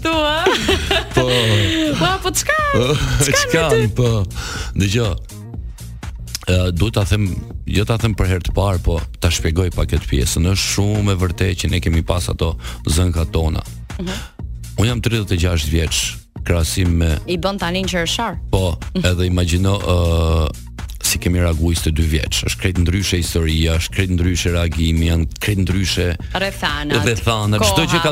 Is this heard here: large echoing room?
no